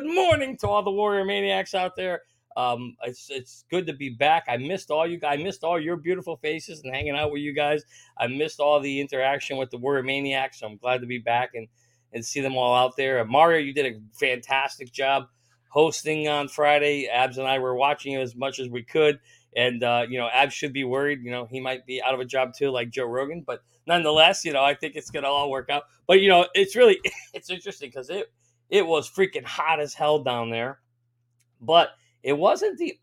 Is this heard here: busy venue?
no